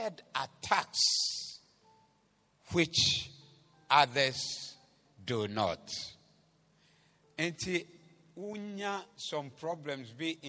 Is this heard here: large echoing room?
yes